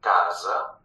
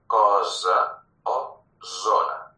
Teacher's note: És la S sonora, és a dir, la S que es pronuncia quan vibren les cordes vocals.